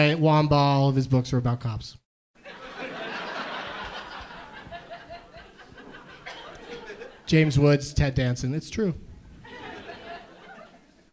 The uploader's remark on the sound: Live from the Comedy Zone in Charlotte, NC.